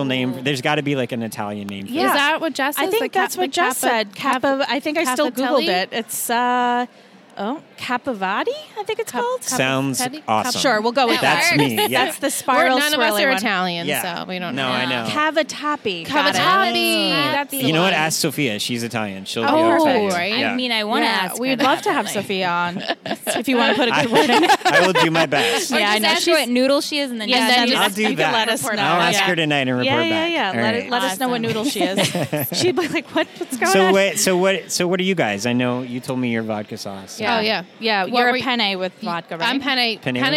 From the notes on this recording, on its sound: Recorded LIVE from TRIC.